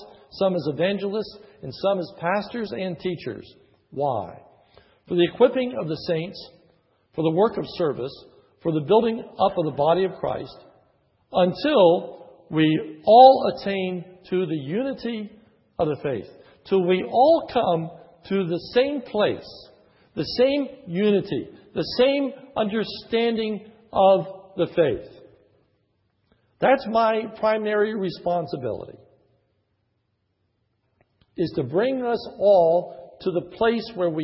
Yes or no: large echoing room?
yes